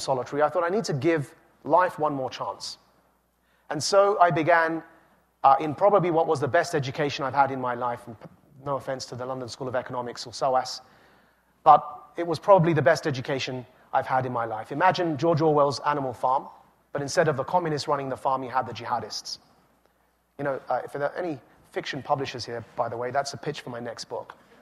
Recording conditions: live audience